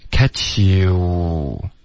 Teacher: I'll catch you 的这个呜的音嘴唇要撅起来